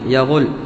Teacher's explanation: نقرأ بفتح الياء مع ضم الغين